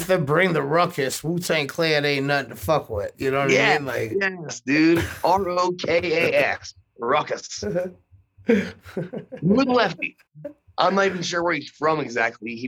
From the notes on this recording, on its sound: link up via zoom